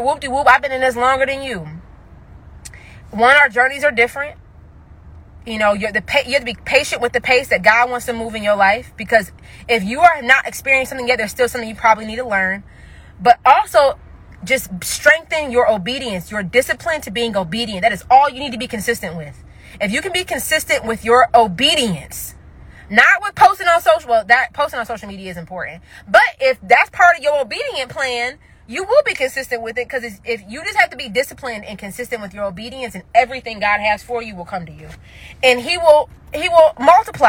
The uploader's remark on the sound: I recorded this episode while running errands